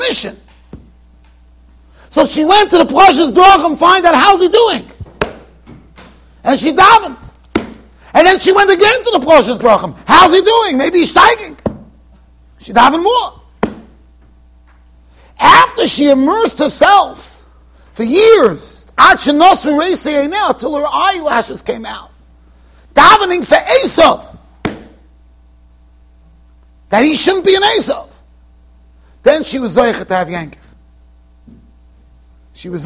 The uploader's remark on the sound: Shiur recorded in Yeshivas Ohr Reuven, Monsey NY